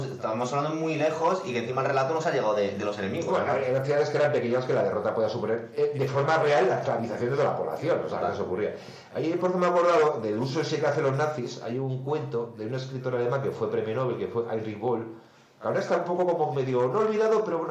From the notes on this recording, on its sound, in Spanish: HEMOS TENIDO PROBLEMAS CON LA GRABACION ASI QUE EL AUDIO ES BASTANTE REGULERO